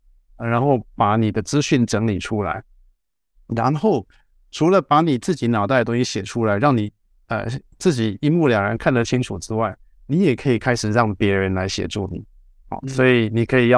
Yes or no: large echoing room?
no